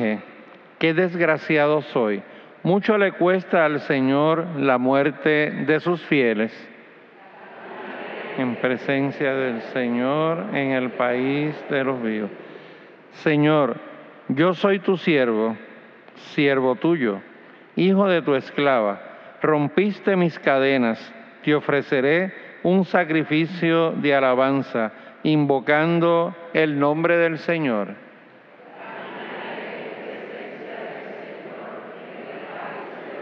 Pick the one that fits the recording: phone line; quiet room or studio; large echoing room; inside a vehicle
large echoing room